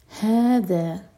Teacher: ہذا، ذال ہے، زا کا ساؤنڈ نہ آئے